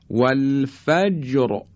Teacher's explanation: اگر فتحه و یا ضمه بود در اون صورت حرف را تفخیم میشه، مثل والفجر، را ساکنه، جیم هم ساکنه، نگاه میکنیم به حرف قبل از اون که اینجا مفتوح هست، به این شکل حرف را تفخیم میشه